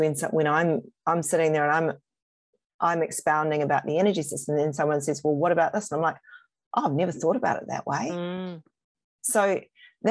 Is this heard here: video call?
yes